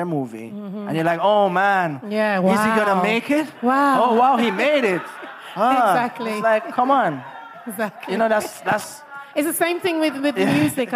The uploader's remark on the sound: LIVE! With An Audience. Event with an audience recorded at the Regency Bar & Lounge in Kingston, Jamaica.